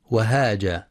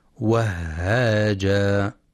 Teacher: وبعضهم يقرأ وهاجا بدون تشديد الهاء وهاجا، والصواب تشديدها وهاجا مع مراعاة الهمس · Shown in: second take